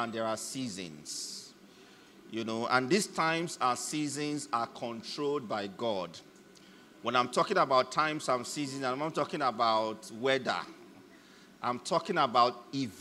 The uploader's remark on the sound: Message delivered during the 2023 Christmas Carol service